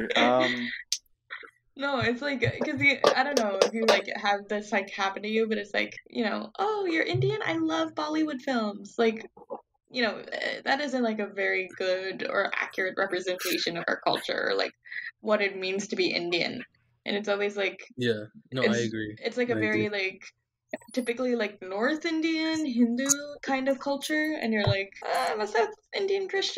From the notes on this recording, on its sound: In an effort to salvage the episode as well as throw a kitchen sink of audio restoration effects at the recording, the episode is in fact audio only. In an effort to salvage the episode as well as throw a kitchen sink of audio restoration effects at the recording, the episode is in fact audio only.